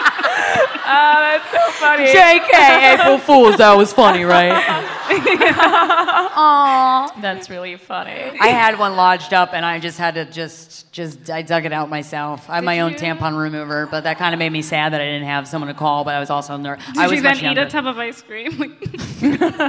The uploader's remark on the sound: Recorded LIVE at Guys We Fest in Brooklyn, NY. Was recorded LIVE in Brooklyn, NY at the first-ever GUYS WE FEST! After taking some questions from the audience.